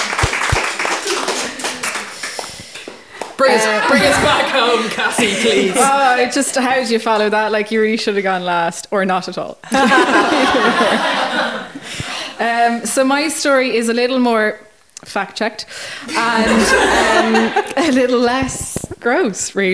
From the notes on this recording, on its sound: It’s our first ever live show and we had a blast.